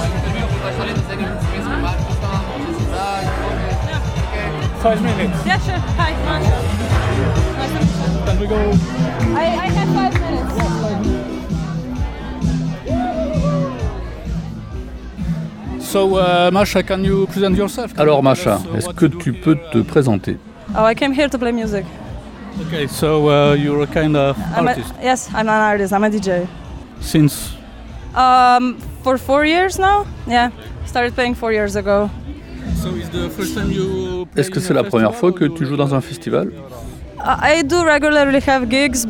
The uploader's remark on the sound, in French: Butik Festival, experience in Tolmin (SL). Prises de sons réalisées en Slovénie, à Ljubljana et à Tolmin, entre le 13 et 16 juillet 2022 durant la 4ème édition du festival de musiques électroniques, Butik.